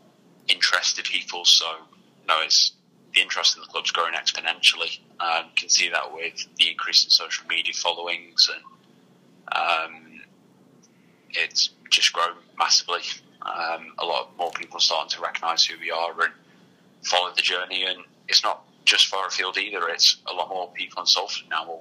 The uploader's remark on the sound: Telephone interview